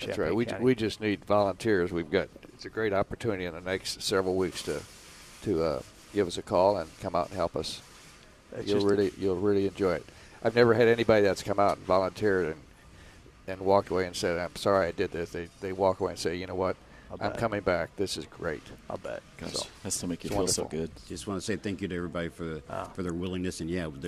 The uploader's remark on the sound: Plant Experts Live from Prairie Gardens